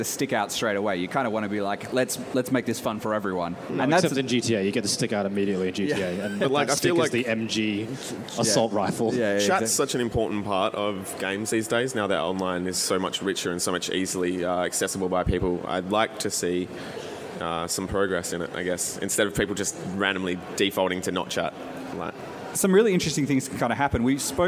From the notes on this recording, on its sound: Live at Oz-Comic Con 2016. It's our extended LIVE episode from Perth's Oz Comic Con!